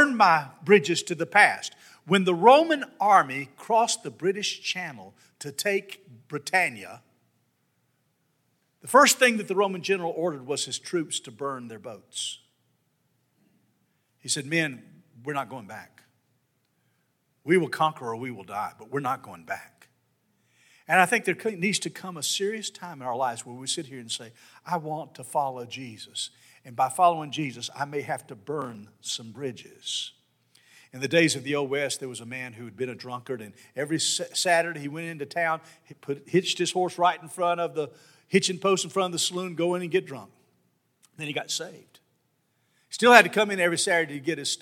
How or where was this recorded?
large echoing room